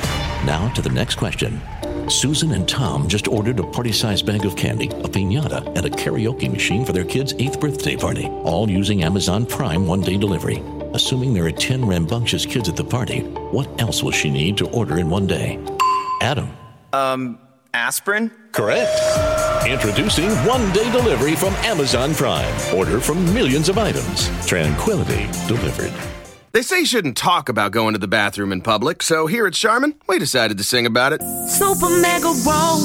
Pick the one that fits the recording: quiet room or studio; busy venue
busy venue